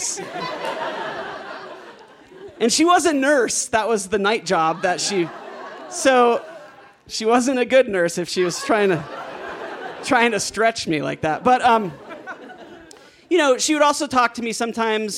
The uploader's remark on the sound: He told this story live at our 9th anniversary show on 20 March 2019 at Buntport Theater.